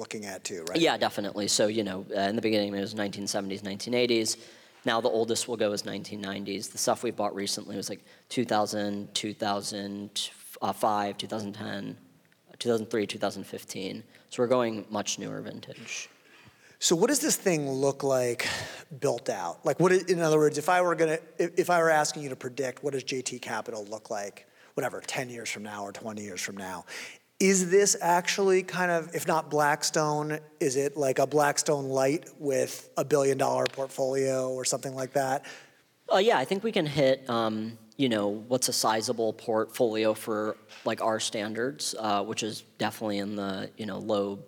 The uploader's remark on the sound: on stage at Re-convene '22 in Santa Monica